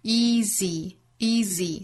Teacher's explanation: 我们注意 easy 这个词啊，它其实是两个元音都是紧音 easy, easy,所以口型是一样的。那么变长了比较级呢，多出来一个元音 easier, easier,两个音节变长了三个音节 easier, easier, and the mistake is a lot easier to forgive.